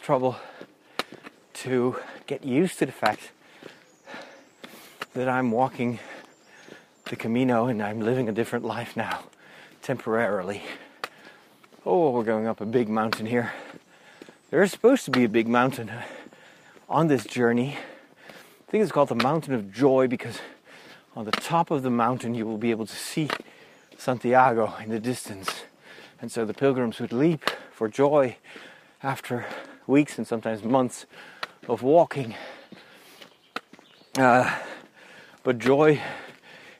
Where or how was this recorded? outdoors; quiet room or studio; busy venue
outdoors